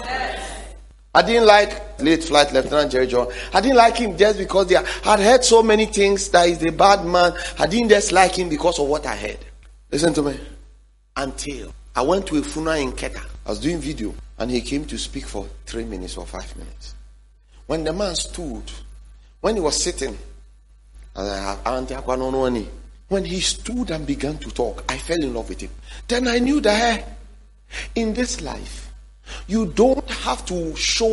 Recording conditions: large echoing room